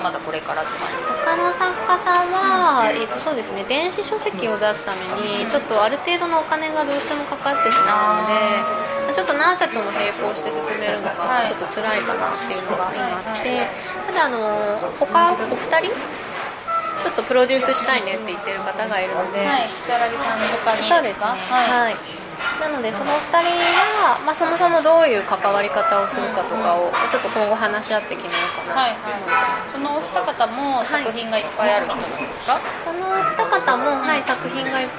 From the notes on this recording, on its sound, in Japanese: 雑音ごめんね